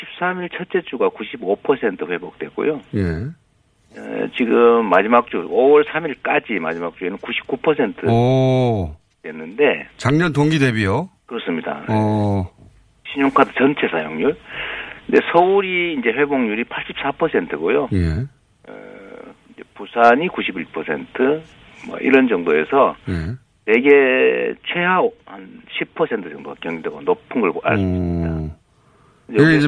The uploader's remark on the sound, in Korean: 전화연결